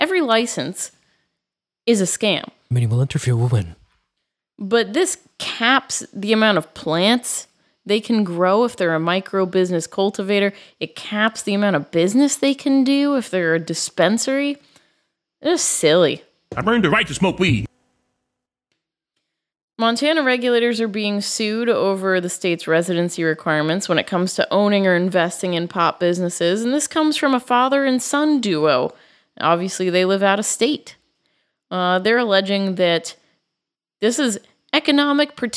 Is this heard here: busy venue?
no